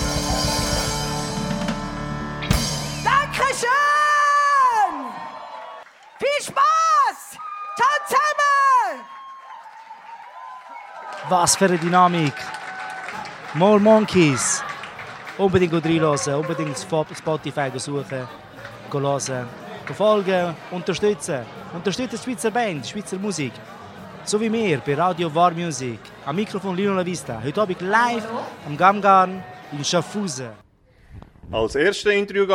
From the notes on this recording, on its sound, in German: Live vo de Strass. Im Kammgarn, Schaffhausen.